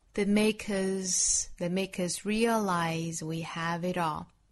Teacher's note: realize 这个词后面是 z 浊音， us 这个词后面是 s 轻辅音 · Term: 辅元连读